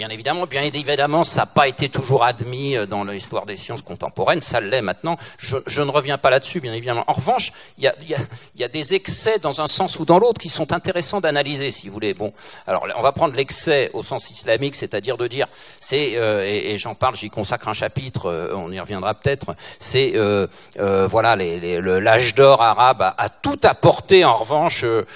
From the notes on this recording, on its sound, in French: Enregistré au Museum-Aquarium de Nancy